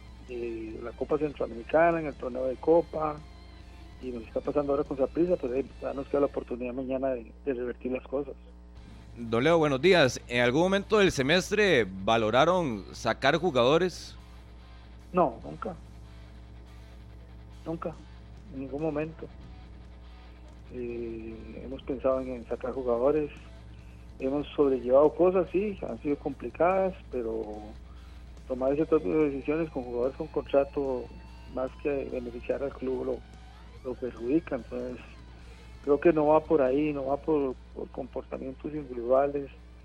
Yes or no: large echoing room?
no